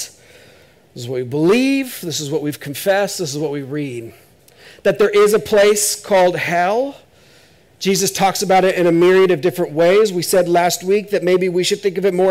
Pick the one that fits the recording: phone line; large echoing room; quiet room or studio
large echoing room